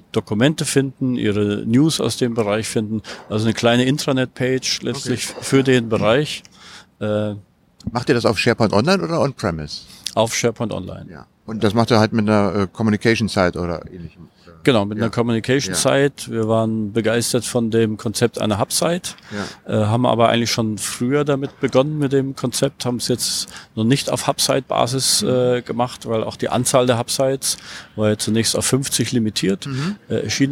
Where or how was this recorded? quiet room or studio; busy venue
busy venue